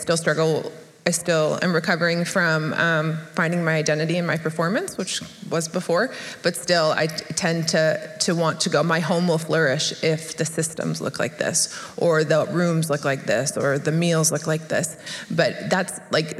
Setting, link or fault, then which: setting, busy venue